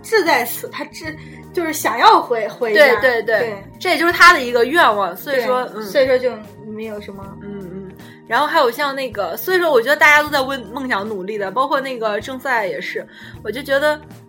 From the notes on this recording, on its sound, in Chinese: 录制这期的时候，一起录了三期这是最后录的，而且录了一半的时候发现没录上，醉了，所以，真的，，，质量。